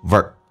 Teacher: 在美式发音当中咬下唇，轻度卷舌 ver